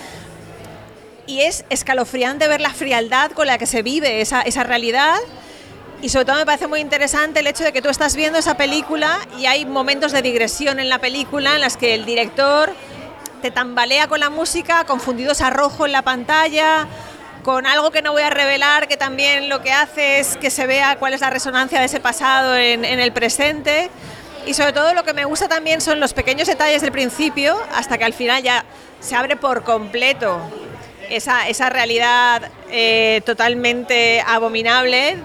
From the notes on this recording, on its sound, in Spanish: En el lounge de Campari, en pleno Palacio de Festivales. Kinótico Especial Festival de Cannes. Escuchamos los mejores momentos de la rueda de prensa...